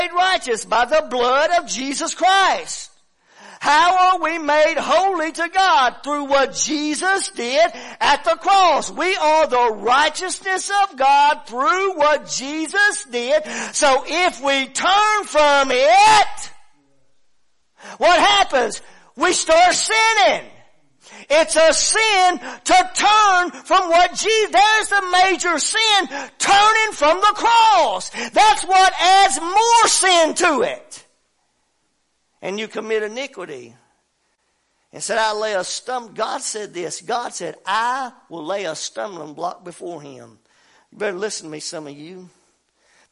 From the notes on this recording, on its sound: WELCOME TO OUR LIVE SERVICE. Preaching at Family Worship Center in Athens Tennessee. To stream our music live over the internet.